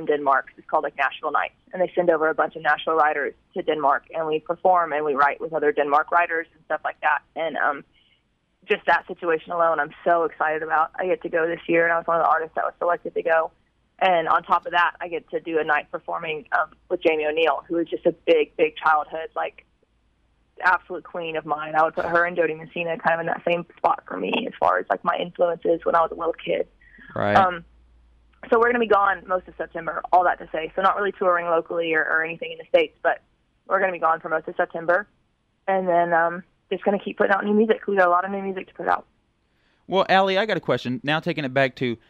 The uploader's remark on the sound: The KTEX Posse got a very special phone call from upcoming artist